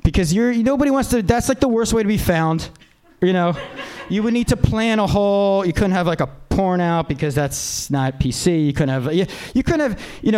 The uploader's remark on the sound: Live Podcast. Live from Stand Up NY!